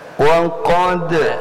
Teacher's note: kembalikan kepada cara bacanya dia istifal, tetap dibaca dengan da biasa